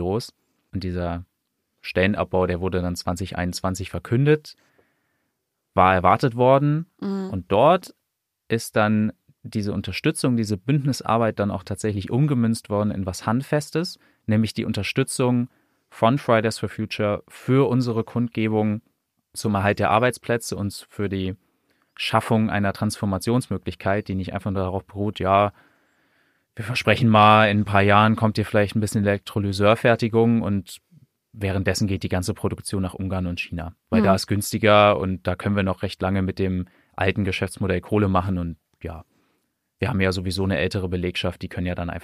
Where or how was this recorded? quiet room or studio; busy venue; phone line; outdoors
quiet room or studio